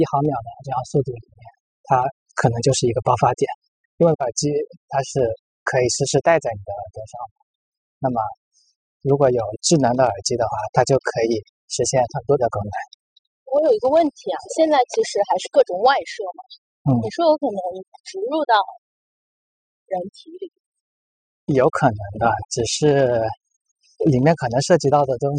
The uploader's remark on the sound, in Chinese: 边走边聊